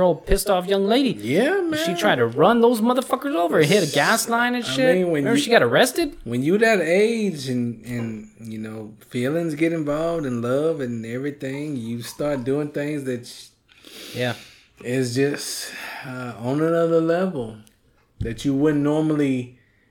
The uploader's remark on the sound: Fully unedited and a weird echo.